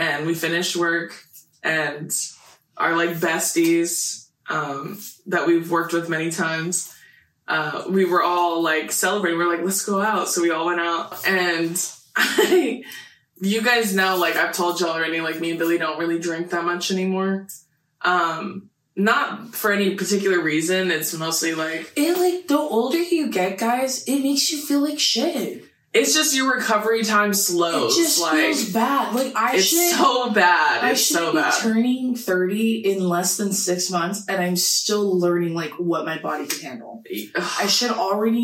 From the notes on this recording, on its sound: Besties i wanted to let you know that the audio Gods were truly against us in this episode that we ended up filming three times?? The audio is a little funky in this.